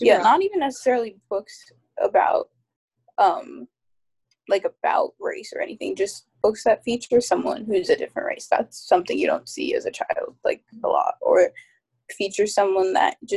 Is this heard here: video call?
yes